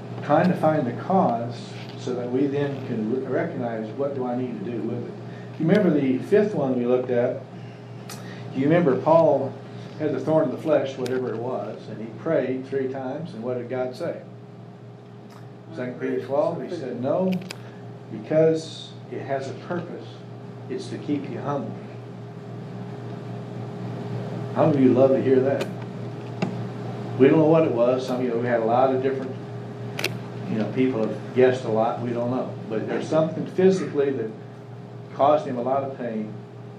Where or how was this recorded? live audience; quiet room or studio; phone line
live audience